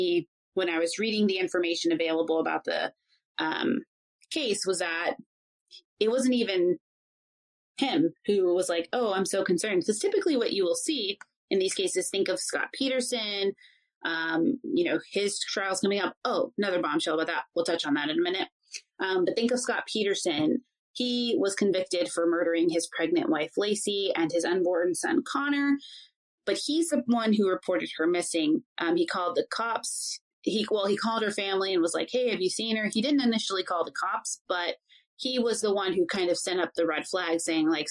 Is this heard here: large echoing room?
no